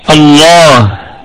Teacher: لام لفظ الجلالة مفخمة لأنها مسبوقة بفتحة، والهمزة همزة وصل تثبت ابتداء وتسقط درجا.